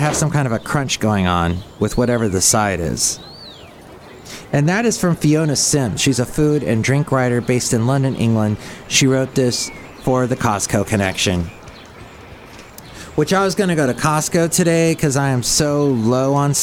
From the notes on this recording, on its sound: podcasts live from Cafe Anyway